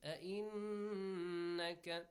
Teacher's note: noon, which is carrying a shadda with it, and meem carrying a shadda, must be prolonged and should be pronounced with a nasal sound